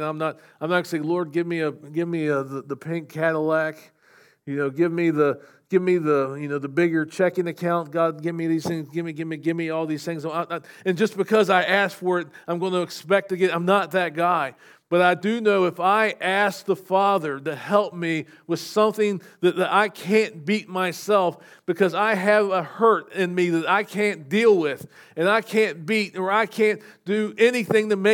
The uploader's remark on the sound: SVBC Morning Service. Recorded at Shenandoah Valley Baptist Church on Jan 21, 2024.